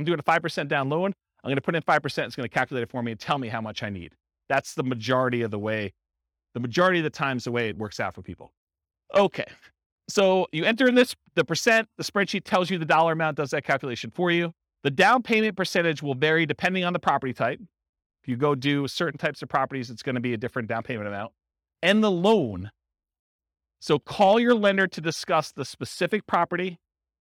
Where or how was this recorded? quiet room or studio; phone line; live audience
live audience